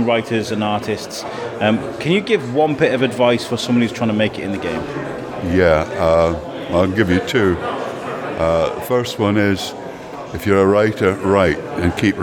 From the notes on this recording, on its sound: takes a walk through Shrewsbury's finest comicbook festival